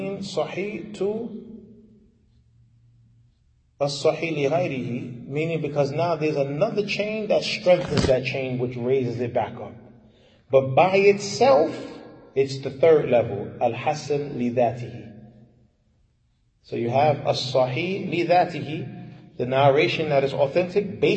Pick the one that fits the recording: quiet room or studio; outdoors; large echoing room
large echoing room